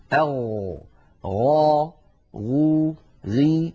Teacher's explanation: الصفات ذوات الضد: أولا الغين مجهورة، والغين رخوة، والغين مستعلية، وكما أنها منفتحة. أما الصفات التي لا ضد لها فلا تتصف الغين بشيء من ذلك. · Term: حرف الغين